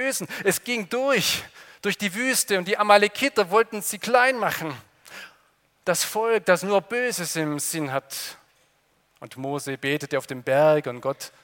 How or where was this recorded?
large echoing room